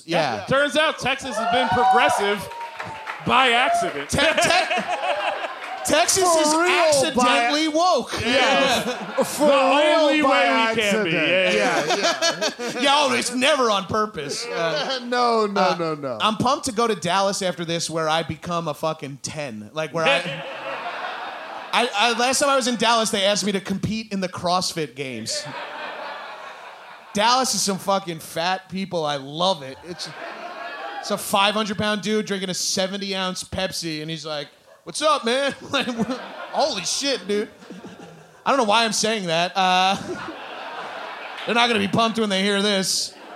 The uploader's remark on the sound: Live in Austin. A live edition of High & Mighty (recorded in the before time, don't worry).